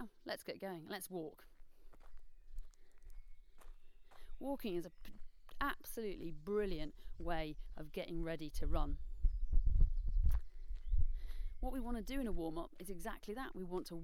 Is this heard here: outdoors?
yes